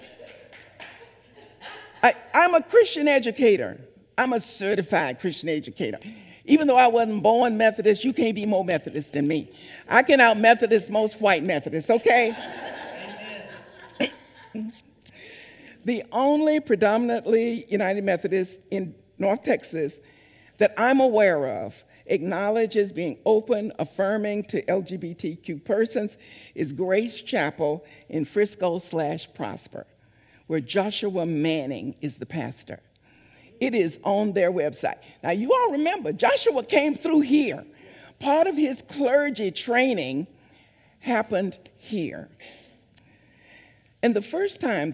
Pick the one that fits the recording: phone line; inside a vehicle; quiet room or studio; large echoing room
large echoing room